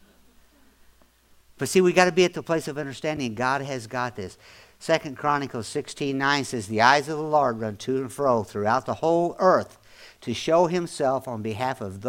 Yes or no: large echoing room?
yes